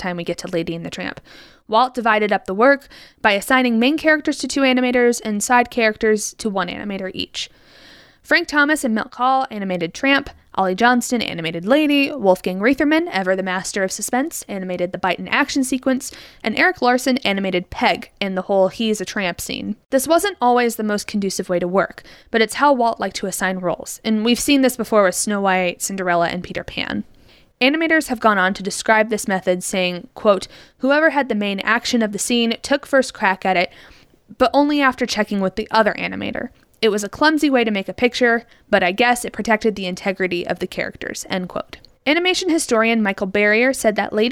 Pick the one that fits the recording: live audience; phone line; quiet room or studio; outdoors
quiet room or studio